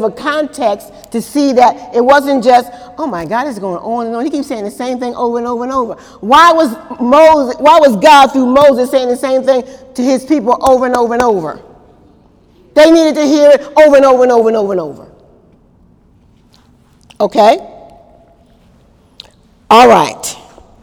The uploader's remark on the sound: During Wednesday night service on April 11, 2018